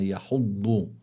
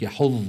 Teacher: من حافة اللسان مما يلي الأضراس، اليمنى أو اليسرى · Shown in: first take · Term: حرف الضاد